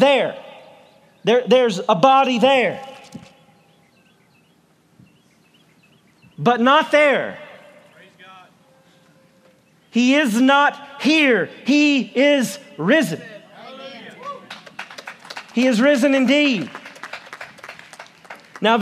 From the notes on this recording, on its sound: preaches for Easter on the Covington Square